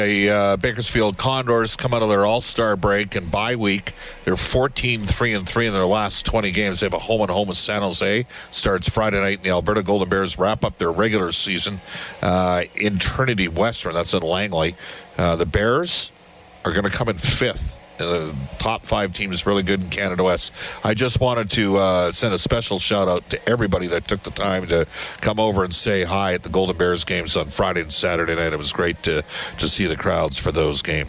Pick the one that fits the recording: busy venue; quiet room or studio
busy venue